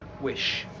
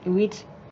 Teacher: So a short I to a long E. And then she's changing the sh, the sh on the end, to a t. · Shown in: second take · So instead of wish, she's doing wheat.